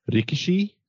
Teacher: I geared myself up so hard to say Rikishi that I rolled the R